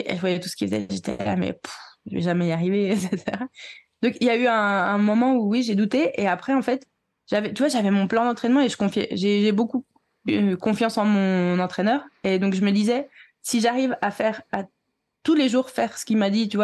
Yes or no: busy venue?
no